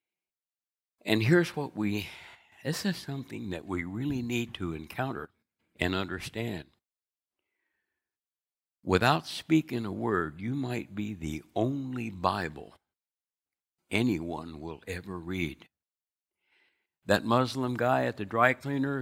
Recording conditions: large echoing room